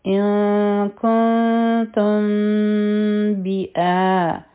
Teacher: د تم نه پس چې دی، نو د هغې نه پس با راغله، په تم کې میم ساکن دی، د هغې نه پس چونکې با ده، نو دلته کې به اخفا شفوي کو، دوه سیکنډه ټایم به ورکو، او د میم ساکن آواز به پټوو، ځکه چې د میم اخفا ده، او زمونږ شونډې به مکمل طور بندې نه وي